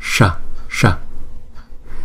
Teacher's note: Chữ S này chúng ta uốn cong lưỡi lại và búng ra Sa Sa. Chữ A đầu thì chúng ta đọc hai nhịp, chữ A sau chúng ta đọc một nhịp Pa Sa Pa Sa.